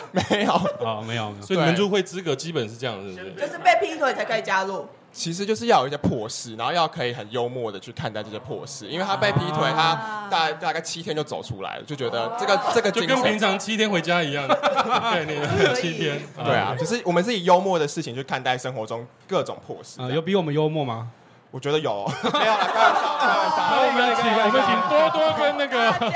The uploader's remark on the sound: 參加在台南 咖哩鬥陣 提供場地的Live Podcast活動.